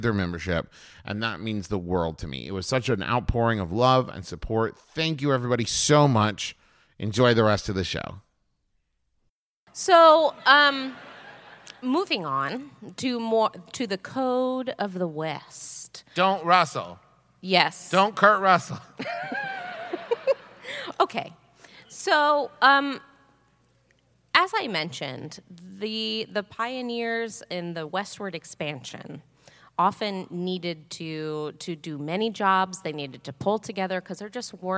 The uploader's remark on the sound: We recorded this one LIVE in Houston!